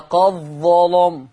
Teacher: هنضغم الدال في الظاء ونغلظ اللام